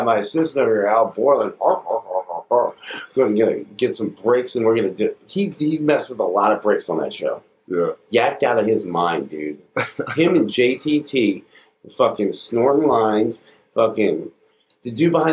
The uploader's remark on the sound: Sound quality could be better